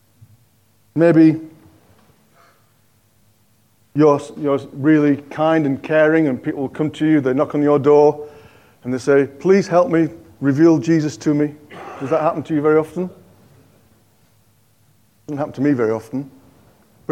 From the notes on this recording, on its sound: On 12th November 2023 at King's Church, Cockermouth, as an audio file.